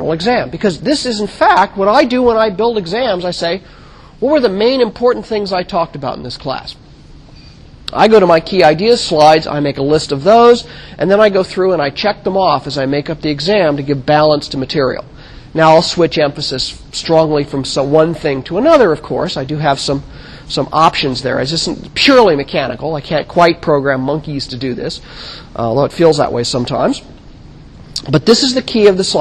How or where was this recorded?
large echoing room